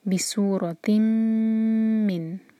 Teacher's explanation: سو وسل ساؤنڈ کے ساتھ، سیٹی جیسی آواز آنی چاہیے اور دو حرکہ ہے، مد طبعی، رو ہیوی، بی سو رو، تاکہ تنوین کے بعد میم، ادغام غنہ کے ساتھ.